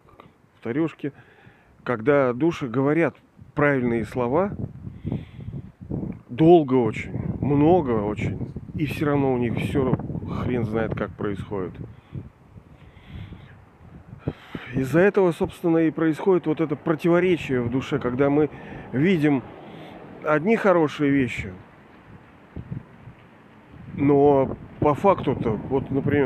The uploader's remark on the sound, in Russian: Извиняюсь за качество записи, ветренновато бывало